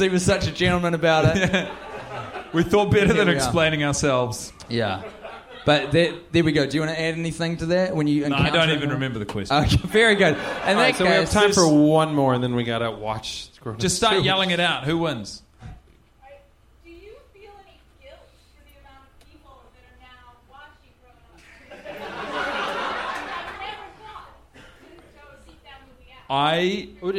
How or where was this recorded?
live audience